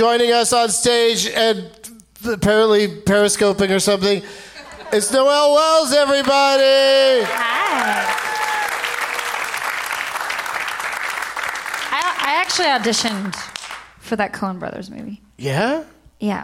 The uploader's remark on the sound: Live from Largo at the Coronet in Los Angeles